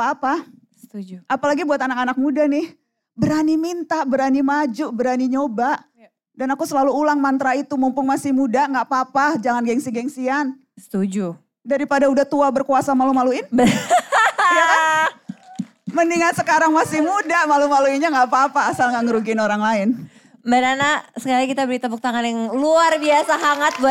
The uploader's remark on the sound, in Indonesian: Bersama live audience di XXI Plaza Indonesia, Jakarta.